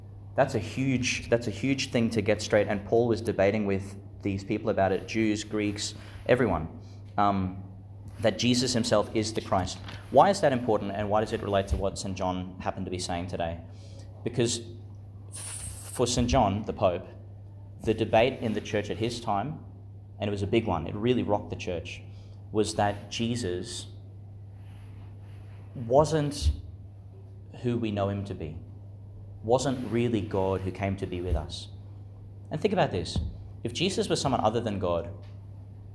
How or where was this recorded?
large echoing room